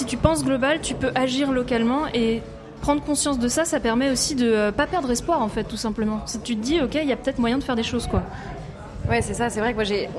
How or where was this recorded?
busy venue